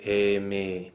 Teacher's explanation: It's just bringing the vowels closer together while retaining each vowel's quality, so that the open e will still be an open e, just a little bit less open · Term: vocalic harmonization